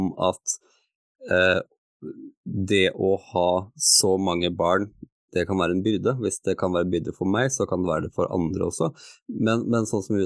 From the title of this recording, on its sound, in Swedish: LIVE på Instagram